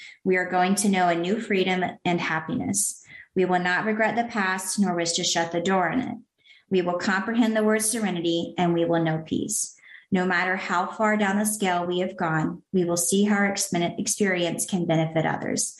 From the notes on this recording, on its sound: Sharing at the My Favorite Steps zoom meeting.